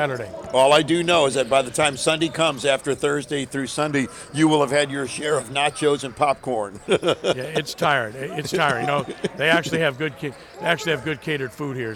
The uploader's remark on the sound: Live on location at the Allstate prep basketball classic.